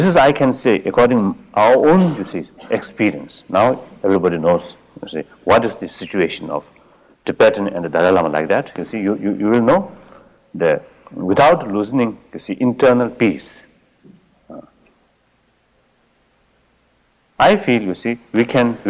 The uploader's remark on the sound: In this 1979 talk at Insight Meditation Society